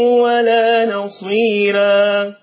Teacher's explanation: ونصيرا الراء مرققة نظرا لأنها مفتوحة ومسبوقة بياء مادية · Term: ترقيق حرف الراء